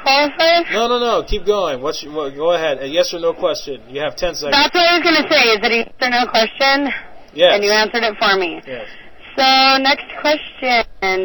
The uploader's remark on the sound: Prank Phone Calls